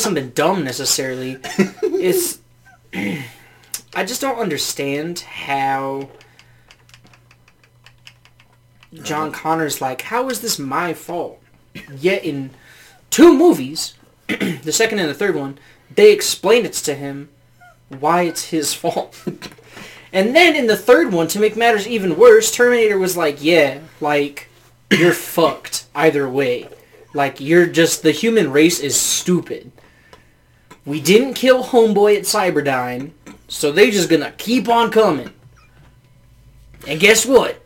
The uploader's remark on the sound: We were actually playing Call of Duty while recording and just having ourselves a fun little talk.